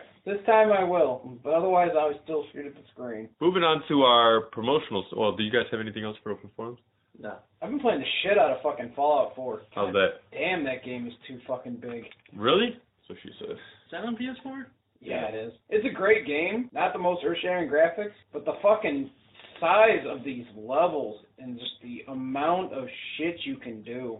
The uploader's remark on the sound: Sorry About The Audio.